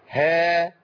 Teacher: والهاء تمد لمقدار حركتين